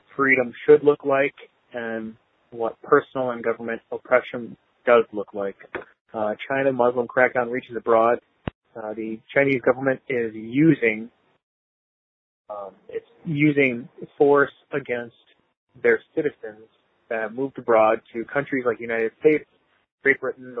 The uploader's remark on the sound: Listener Calls. I take your phone calls.